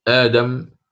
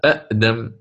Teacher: أما قولنا همزتا القطع المتحركتان، فهذه قد خرج بها ما إذا كانت الهمزة الثانية ساكنة، نحو آدم، أصلها أأدم، ولكن الهمزة الثانية هذه الساكنة أبدلت حرف مد مجانس لحركة الحرف الذي قبلها · Shown in: first take